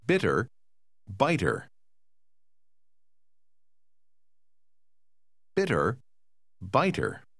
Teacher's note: Have you seen Wall Street?你注意到了没有？一至五中的词都有双辅音，双辅音和单辅音的发音几乎一样，但是在双辅音之前的元音总是很短